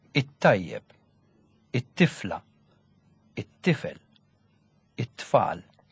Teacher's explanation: a number of consonants that take an article which sounds like the first consonant of the noun